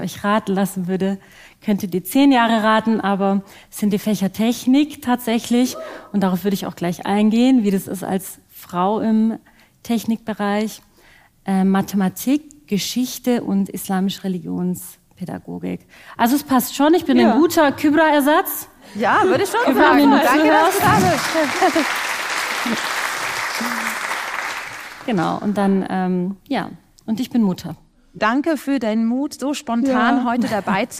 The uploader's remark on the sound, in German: Live in Stuttgart. Interreligiösen Frauenmahl und Studientag in Stuttgart live spontan diskutiert. Hier haben wir den Podcast live aufgezeichnet.